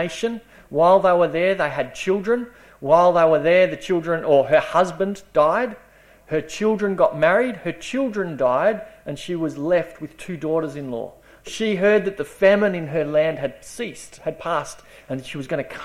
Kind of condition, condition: setting, large echoing room